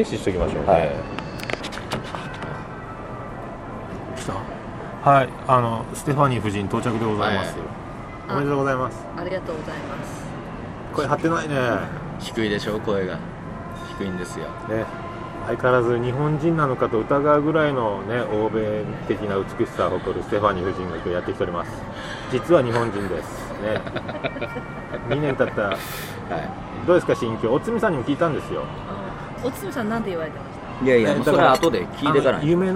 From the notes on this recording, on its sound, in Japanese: 録って出しでございます。2年連続でヒルトンの高額軽食とコーヒーを楽しみついでに収録をしております。